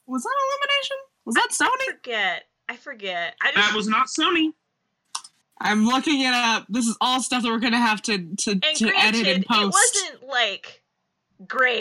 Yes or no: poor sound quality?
yes